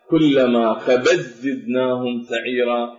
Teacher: وكذلك إدغام التاء بالزاي في قوله تعالى مأواهم جهنم كلما خبت زدناهم سعيرا، الأصل كلما خبت بالتاء زدناهم سعيرا، ولكن بالقراءة كلما خبت زدناهم سعيرا، فالتاء تدغم بالزاي ولا ينطق بها وتكون من الإدغام الكامل